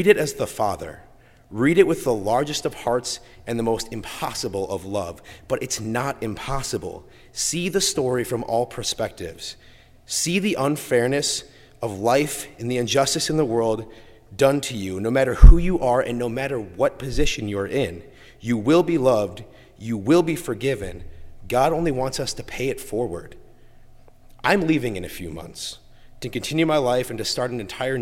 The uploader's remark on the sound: during the Heritage service (11:00 am) on Sunday, February 7, 2016, at First Presbyterian Church of Arlington Heights, Illinois.